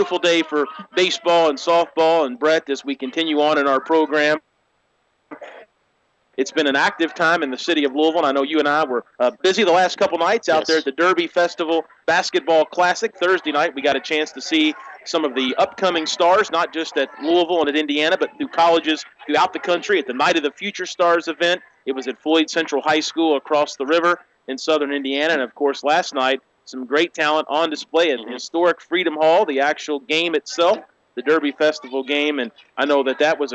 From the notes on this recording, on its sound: we are LIVE from Skyview park in J-town for opening day for Little League Baseball